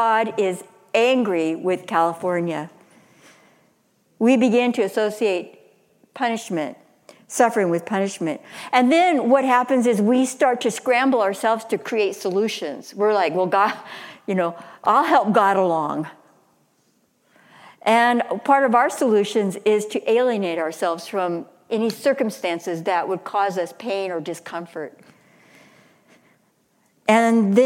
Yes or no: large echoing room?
yes